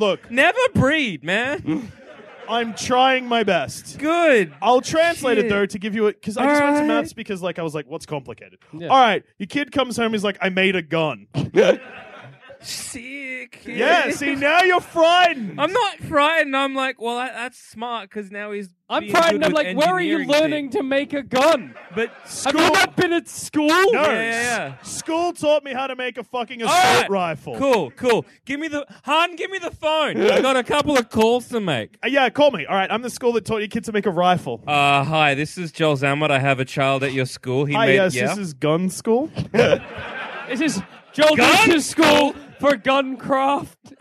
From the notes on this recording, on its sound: Part of our 2017 UK Tour. Recorded at the Banshee Labyrinth in Edinburgh.